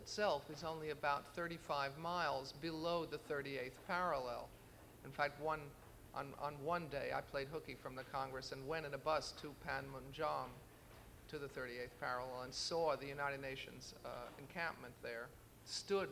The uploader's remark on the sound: In a press conference at the International Congress of PEN in Korea